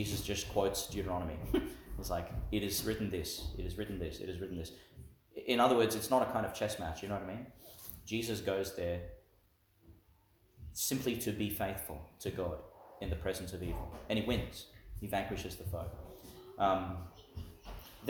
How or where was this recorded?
large echoing room